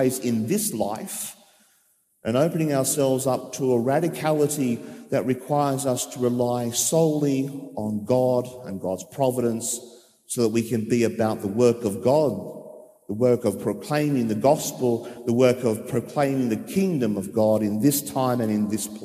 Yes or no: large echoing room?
yes